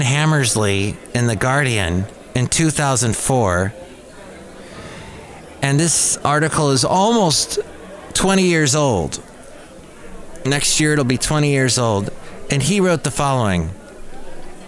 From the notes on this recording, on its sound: podcasts live from Café Anyway